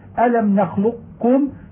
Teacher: وإذا سكنت القاف قبل الكاف وجب إدغامها في الكاف لقرب المخرجين